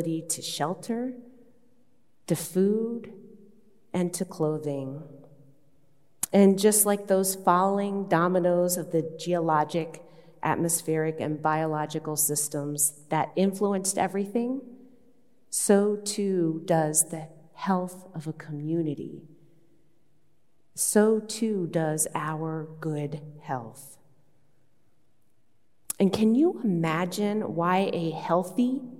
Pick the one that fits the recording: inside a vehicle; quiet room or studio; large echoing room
large echoing room